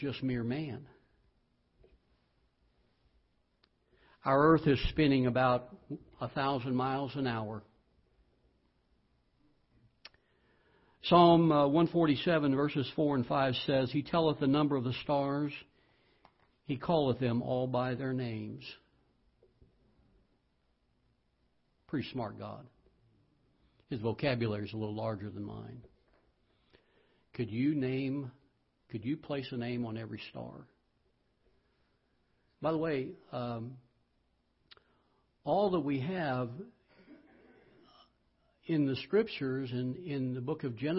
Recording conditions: large echoing room